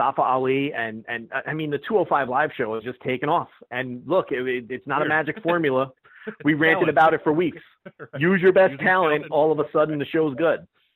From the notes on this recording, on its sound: via phone